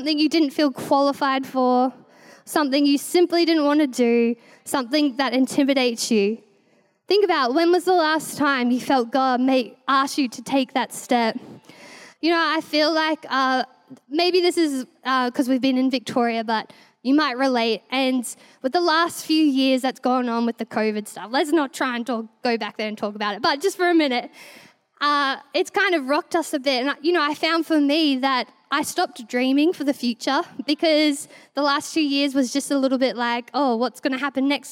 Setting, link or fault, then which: setting, large echoing room